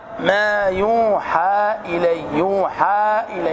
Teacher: جائز مد وقصر، ونحن نقرأ بالقصر، بقصر المنفصل. فالصواب ما يوحى إلي، يوحى إلي، حاء إلي، بمقدار حركتين وفقط.